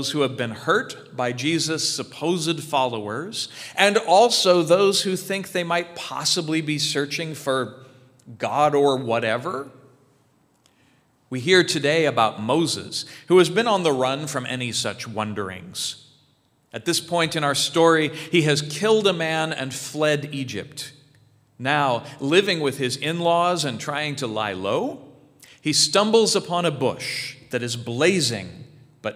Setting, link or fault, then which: setting, large echoing room